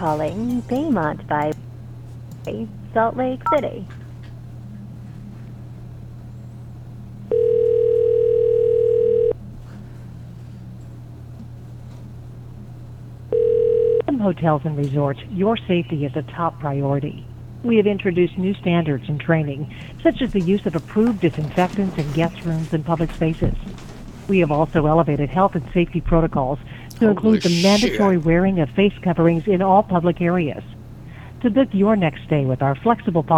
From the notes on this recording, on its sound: A spattering of calls from the live show.